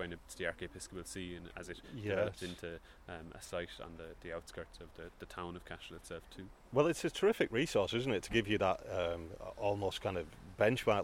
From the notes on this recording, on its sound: The Rock of Cashel. This podcast was recorded quite literally in the field, so there will be a bit of background noise – a little wind and a lot of heckling sheep!